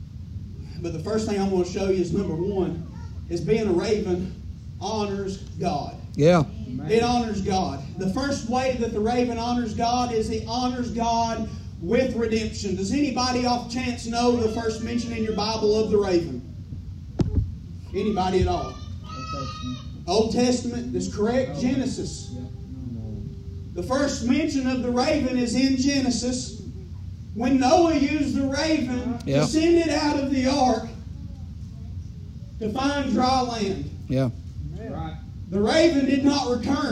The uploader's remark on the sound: preaching live from Still Water Baptist Church on 7/23/23 pm